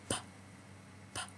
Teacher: 是不是用到双唇了啊？气流是通过从这个唇里面爆破出来啊 · Term: 唇音